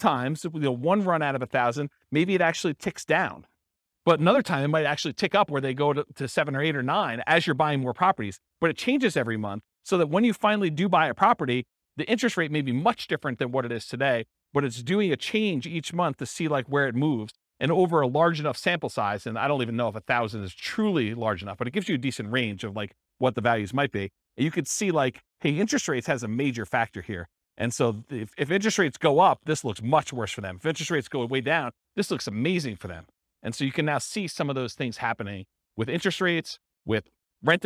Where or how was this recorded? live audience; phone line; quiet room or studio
live audience